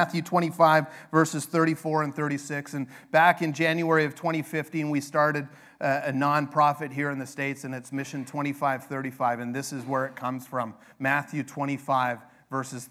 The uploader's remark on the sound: This sermon is from our 100th Annual Global Mission Conference.